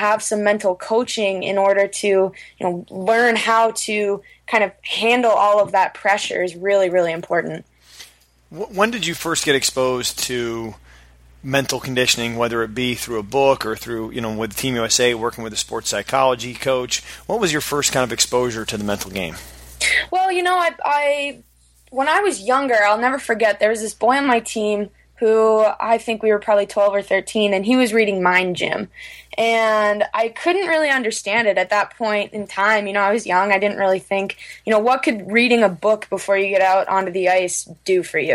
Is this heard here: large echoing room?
no